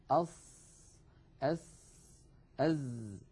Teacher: المنطقة الزرقاء اللون من اللسان الغامقة تمثل المنطقة التي يقرع فيها رأس اللسان ومنتهى طرفه، منطقة الأسنان السفلى، ولا شك أن للأسنان العليا مشاركة في إخراج الصوت بدون تلامس يعني لا يلامس اللسان الأسنان العليا. أص أس أز، اللسان لا يلامس المنطقة العليا، وإنما كما تلاحظون على اللوحة يكون قريبا منها جدا. · Term: أحرف الصفير